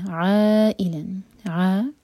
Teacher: یہ ہے مد متصل، مد کے بعد حمزہ آ رہا ہے اسی ورڈ کے اندر. تو آ ہم چار حرف کا لمبا کھینچیں گے. عائی حمزہ کا کٹ آف ساؤنڈ، عائی آواز نہیں آنی چاہیے، یہ ہوگا عائی.